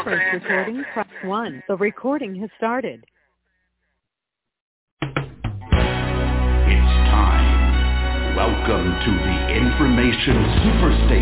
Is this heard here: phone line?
yes